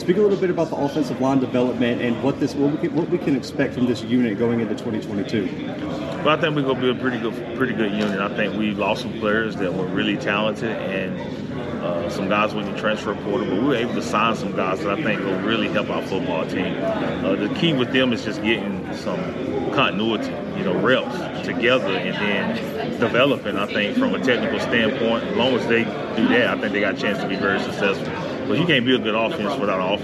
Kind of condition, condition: setting, busy venue